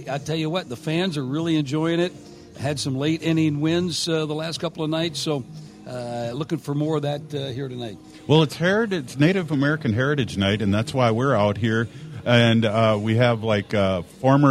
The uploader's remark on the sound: Tune in as we broadcast live from Target Field in Minneapolis for Native American Heritage Night!!